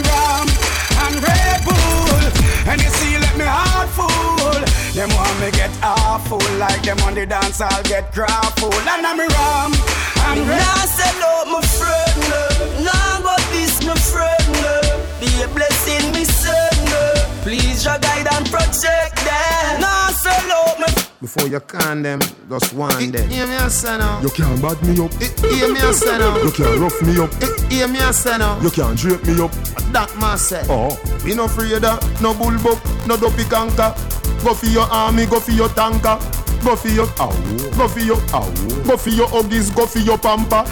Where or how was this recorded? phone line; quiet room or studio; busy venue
busy venue